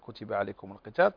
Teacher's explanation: ميم الجمع أصلها ساكن فإذا جاء بعدها حرف ساكن حركت بالضم